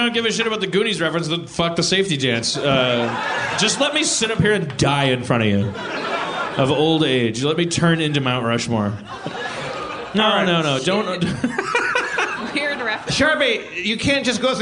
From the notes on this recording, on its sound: Portland, OR. Then he raps and dicks around with people in the audience.